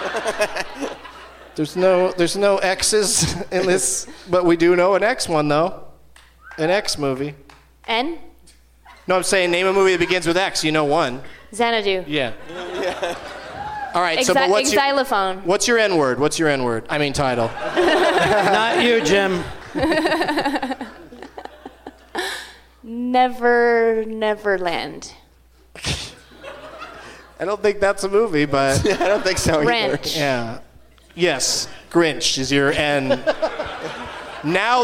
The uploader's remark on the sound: Live from the Gramercy Theatre in New York City